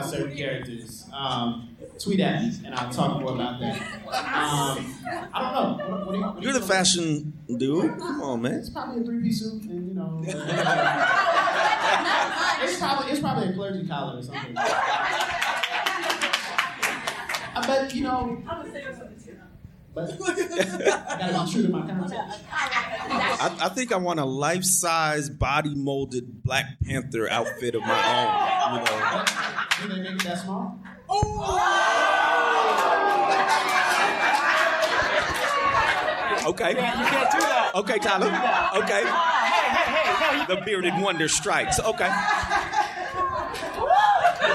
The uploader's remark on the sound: This time to do a LIVE AMA at this year’s #LDR2017! We used the room recording setup which apparently only pulled from one mic however picked up the room speakers of the other mic.